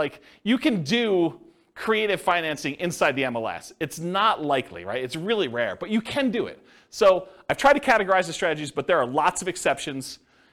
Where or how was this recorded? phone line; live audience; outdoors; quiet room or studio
live audience